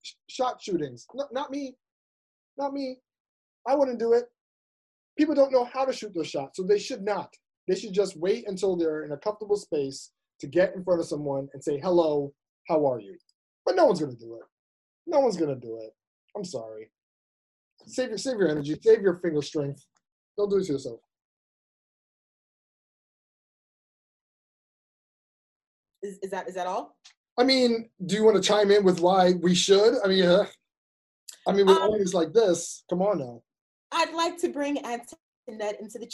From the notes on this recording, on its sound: It's the 4 Year Anniversary Live ZOOM Show! As fellow listeners come together to celebrate this huge milestone.